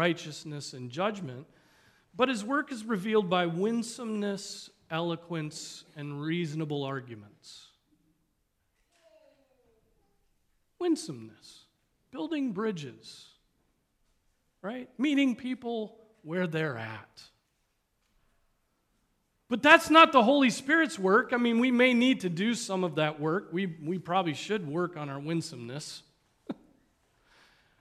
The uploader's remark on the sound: Preached on March 26, 2023 at Trinity Presbyterian Church (Evangel Presbytery) in Spartanburg, SC.